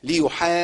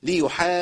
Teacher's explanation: الجيم هنا مشدده هجيبها على مرحلتين ساكن ومتحرك · Shown in: second take